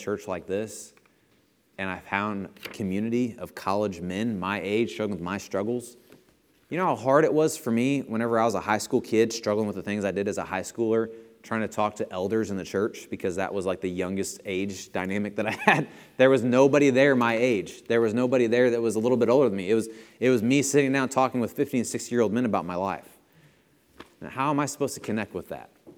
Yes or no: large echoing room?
yes